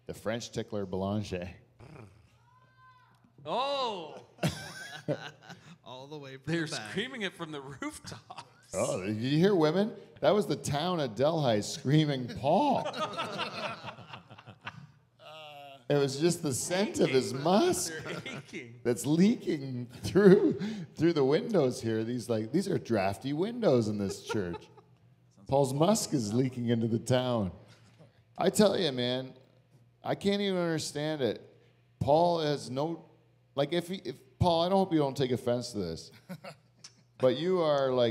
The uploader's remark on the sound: We have a real live audience of shareholders, a new sweet set and our trusted wheel.